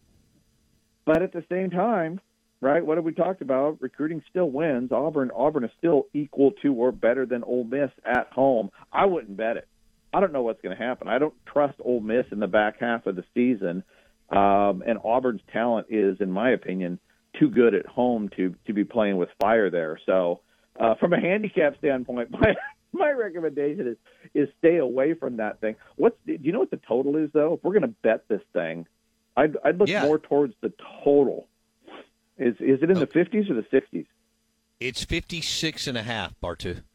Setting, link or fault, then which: link, phone line